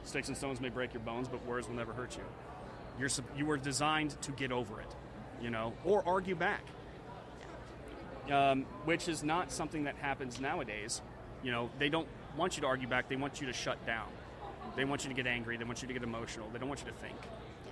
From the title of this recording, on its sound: The Unity Project What’s UP? Podcast at AmFest